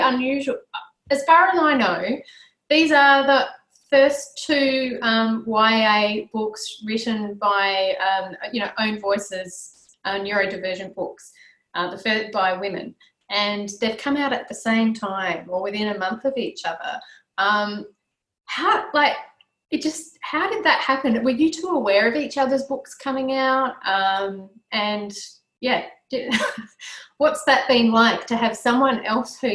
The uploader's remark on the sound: Live Recording: A LoveOzYA All Stars panel. This is a live recording of an online event hosted via Zoom during the Covid-19 crisis.